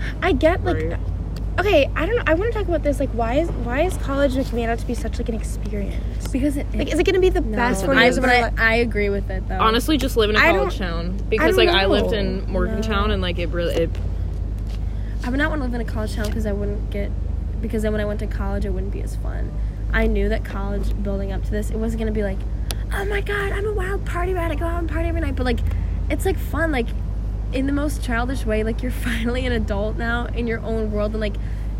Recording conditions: sounds in the background